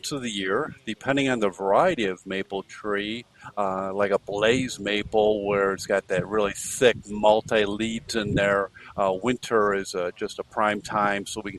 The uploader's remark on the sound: On the Road at The Growing Place. Today we're streaming live from The Growing Place in Aurora, Illinois.